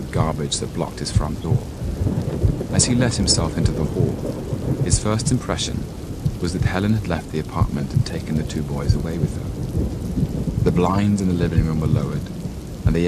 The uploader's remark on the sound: As the rain pounds against the window and thunder echoes in the distance